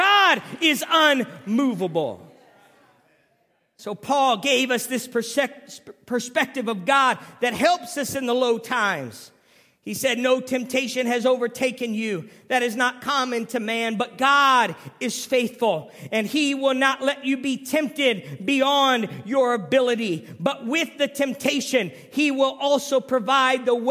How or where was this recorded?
large echoing room